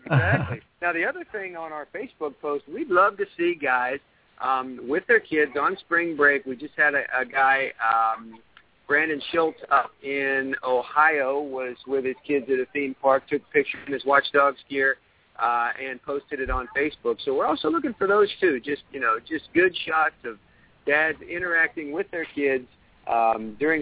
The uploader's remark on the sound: WD Radio from Disney World. Broadcasting live from Walt Disney World in Florida.